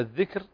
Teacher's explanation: فالراء هنا مرققة لأنها ساكنة وما قبلها ساكن وما قبله مكسور